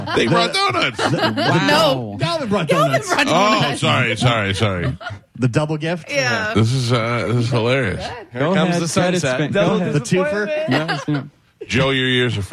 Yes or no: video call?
no